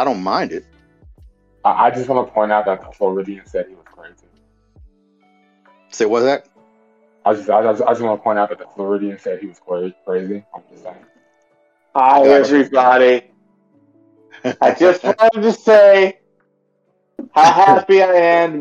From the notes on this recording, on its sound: Once again please excuse the mic issues.